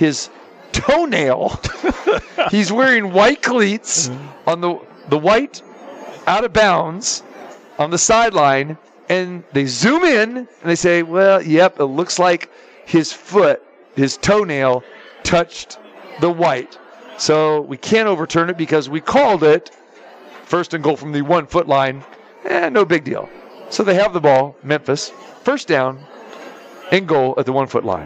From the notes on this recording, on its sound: Live from Super Book at the Westgate Las Vegas.